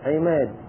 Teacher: فجعلنا الألف شبيهة بالياء بالكسرة، هذا من أجل أنه يحصل تجانس في الكلمة أو بين الكلمات.